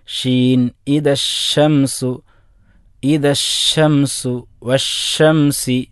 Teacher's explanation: ഷീൻ എന്ന അക്ഷരം ഉച്ചരിക്കുമ്പോൾ നാവ് അതിൻ്റെ മധ്യഭാഗത്തു നിന്നാണ് ഷീനിൻ്റെ മഖ്റജ്, അത് വാ വരെ അഥവാ തറഫുൽ ലിസ, നാവിൻ്റെ അഗ്രഭാഗം വരെ ഒരു കാറ്റ് പരക്കണം.